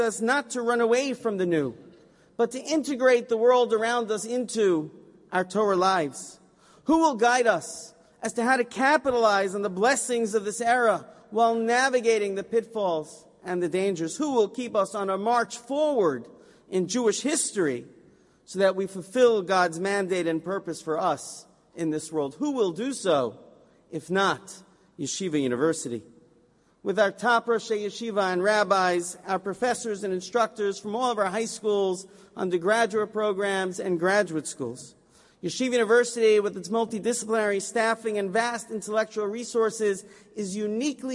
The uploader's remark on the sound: This recording is of the opening session of the Yom Iyun marking the centennial of Yeshiva University's High School for Boys on 18th December 2016